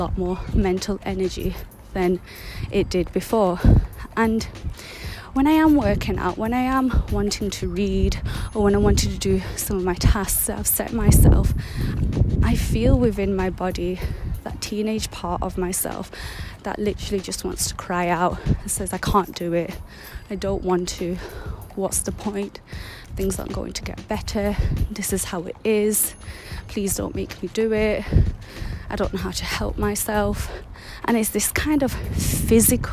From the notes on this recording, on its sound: I was on my mindful 1 hour walk today so please bare with the background noises & wind